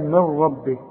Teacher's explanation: النون بتخش في الراء ادغام كامل بدون غنة.